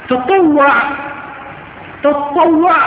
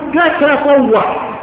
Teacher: المشهور فيه بتشديد الطاء على إدغام إحدى التائين في الطاء · Shown in: first take · وقال الشيخ أبو عمرو بن صلاح رحمه الله تعالى هو محتمل للتشديد والتخفيف على الحذف.